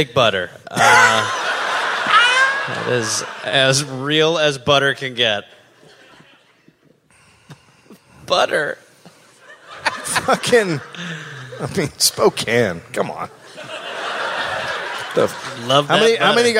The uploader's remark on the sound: live in Seattle